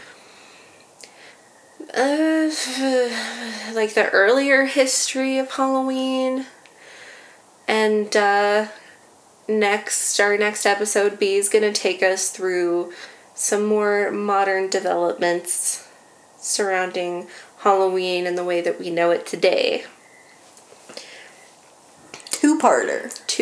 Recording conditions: sounds in the background